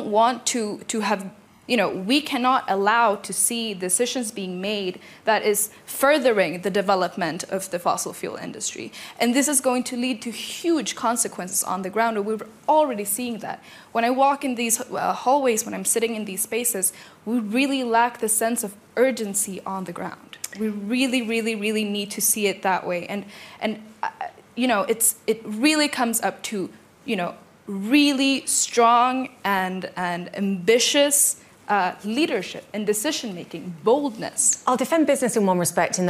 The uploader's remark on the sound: This panel held at the World Economic Forum 2023 Annual Meeting 18 January.